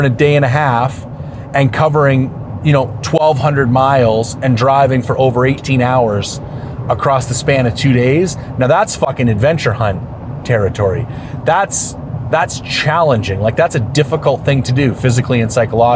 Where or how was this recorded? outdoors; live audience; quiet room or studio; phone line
outdoors